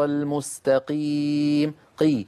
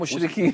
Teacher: أما المستكيم، الخطأ الذي فعله هذا القارئ أنه نقل المخرج من أقصى اللسان مع الحنك اللحمي إلى الأمام قليلا، حيث الحنك العظمي والحنك اللحمي، دخل على مخرج الكاف · Shown in: second take · دخل على مخرج الكاف فغير المعنى كما تفضلتم.